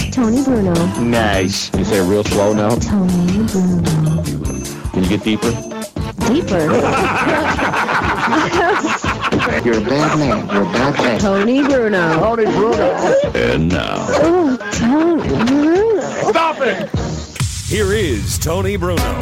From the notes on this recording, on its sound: 2nd show LIVE from the Great American Pub in Conshohocken w/ 97.3ESPN.